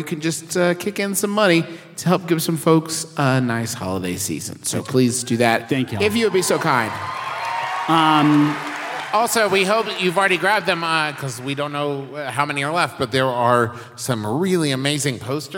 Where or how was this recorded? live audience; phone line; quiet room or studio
live audience